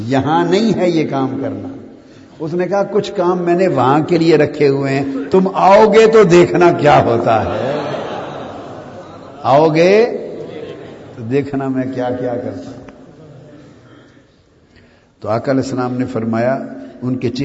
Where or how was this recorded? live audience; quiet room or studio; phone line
live audience